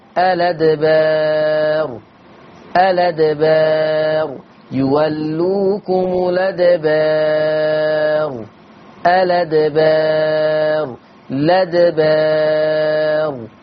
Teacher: الأدبار أيضا فيه النقل فتصبح اللام مفتوحة فتقرأ الأدبار